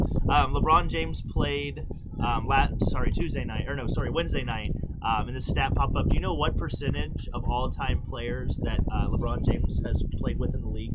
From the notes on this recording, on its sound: Live from Gulfport. On the beach.